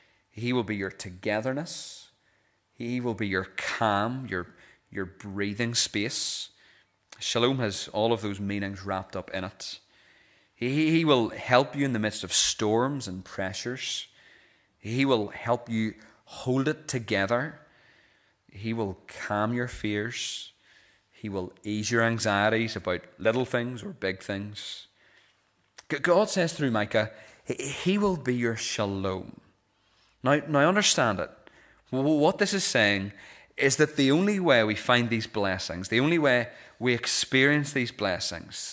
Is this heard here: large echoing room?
yes